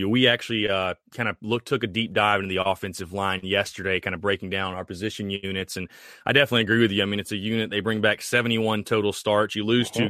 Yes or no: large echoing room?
no